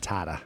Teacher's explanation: Or as in New England, we call it tata. Because we don't pronounce R's in New England